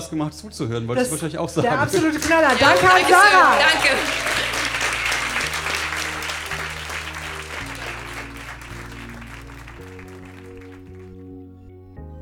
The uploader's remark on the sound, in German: Ausschnitte aus der Veranstaltung vom 12.08.2018 im frannz Biergarten, Berlin. Texte von gestern“-Liveshow. Heißen Dank an den frannz Biergarten, unser tolles Publikum.